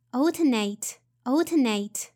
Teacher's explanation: Notice the stress is in the first syllable, al, so alternate, alternate.